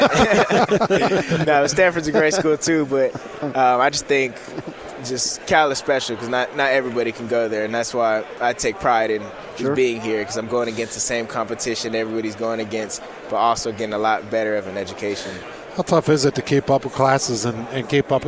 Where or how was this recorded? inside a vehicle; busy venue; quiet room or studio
busy venue